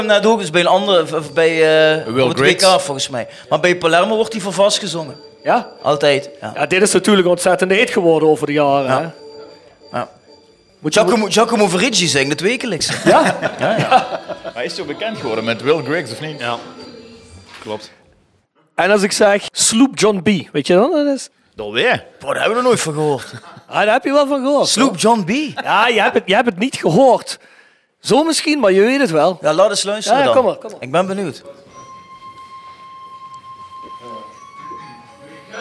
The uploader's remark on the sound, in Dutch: De tweede episode van ons Voetbal en Muziek drieluik die orgineel als TVOK live event plaatsvond.